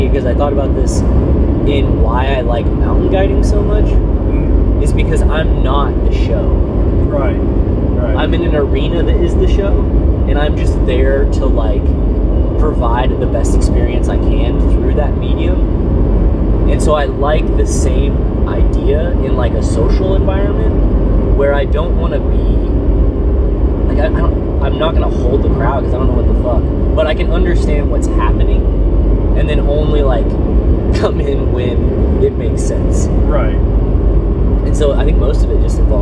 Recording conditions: inside a vehicle